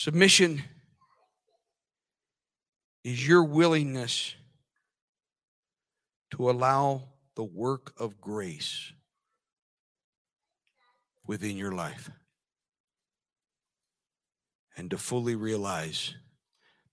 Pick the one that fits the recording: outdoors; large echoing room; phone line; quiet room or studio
large echoing room